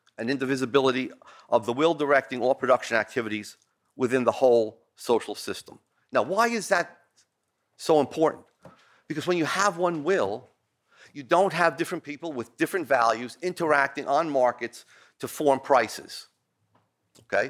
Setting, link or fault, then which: setting, large echoing room